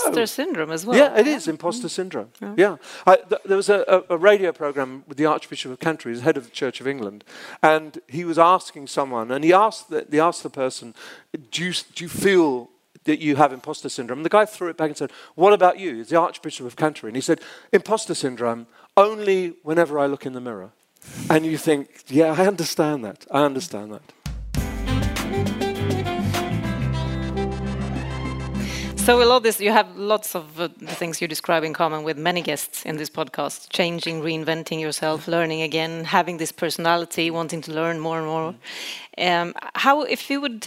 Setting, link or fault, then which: setting, live audience